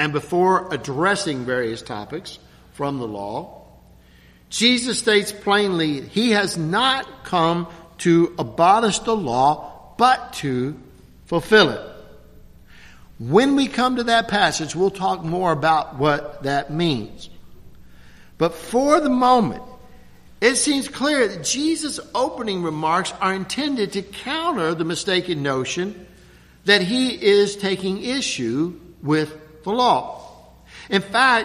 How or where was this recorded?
large echoing room